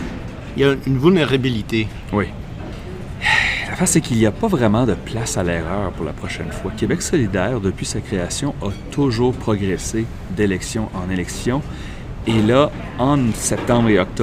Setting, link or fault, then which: setting, busy venue